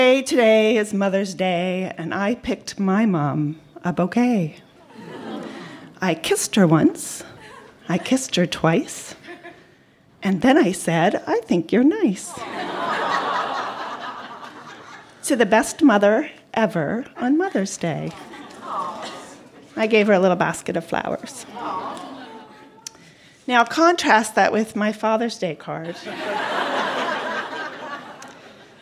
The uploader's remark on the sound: Recorded live at The Company House in Halifax, NS.